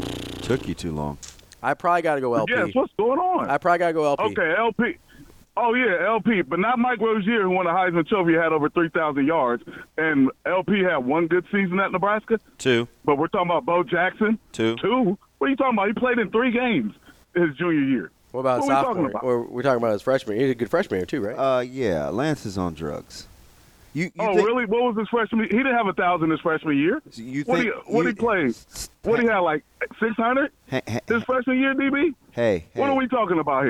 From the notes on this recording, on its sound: take a phone call